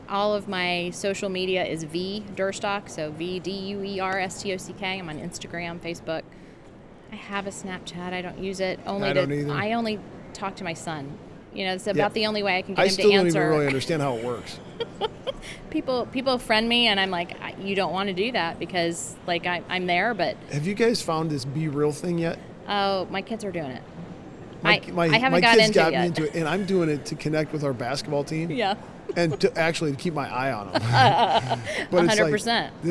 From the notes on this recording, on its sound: LIVE from CPE 2022!